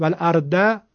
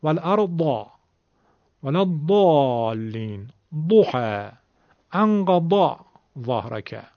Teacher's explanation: اگر میخوایم زاد مصری بگیم دال درشت بگید · Shown in: second take